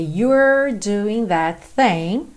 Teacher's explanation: You're doing, atenção que o é, não é pronunciado. Então, você tem you're com a língua enrolada